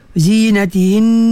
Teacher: Wajib al-ghunnah. Waqaf dan wajib al-ghunnah tetap kena dengar juga.